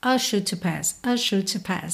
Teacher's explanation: E a mesma coisa ali no are sure to pass, principalmente lembrando que a banda … é uma banda britânica, e aí não há uma tendência de enrolar tanto os R's